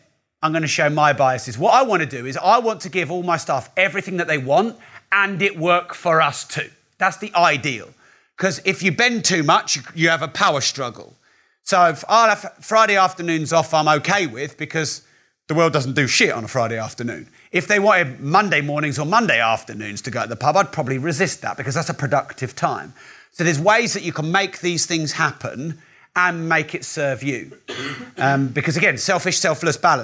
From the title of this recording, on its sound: Live Course Recording